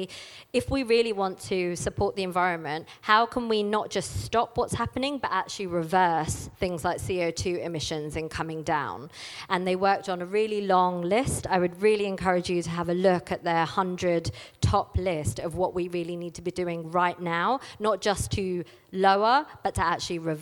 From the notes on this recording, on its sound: This talk was recorded at She Loves Plants 2019.